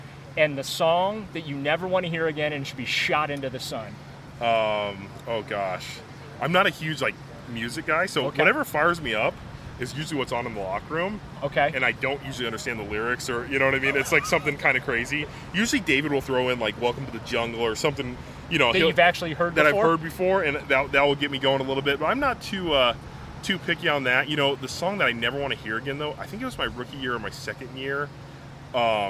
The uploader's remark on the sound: The Gang is LIVE from Greenbrier